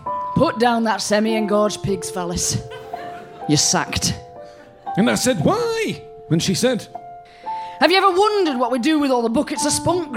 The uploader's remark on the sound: Live At London Agrimedia Con 2018. Live episode, recorded at this year's London Agrimedia Con.